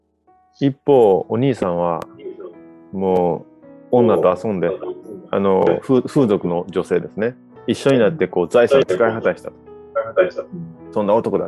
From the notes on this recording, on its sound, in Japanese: すこし、音声は悪いかもしれませんが。